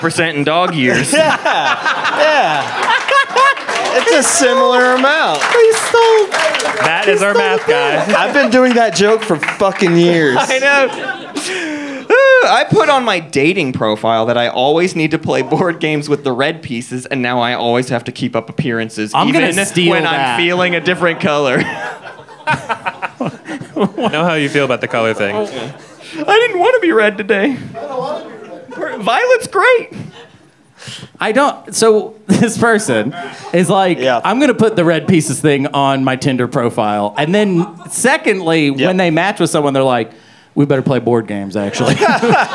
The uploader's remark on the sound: This episode was recorded LIVE at the Helium Comedy Club in Indianapolis, IN during the week of GenCon 2023!